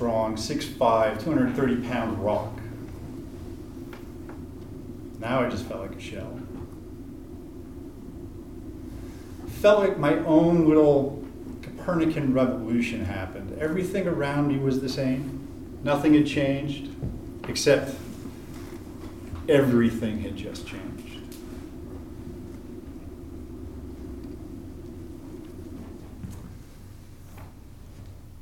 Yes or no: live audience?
yes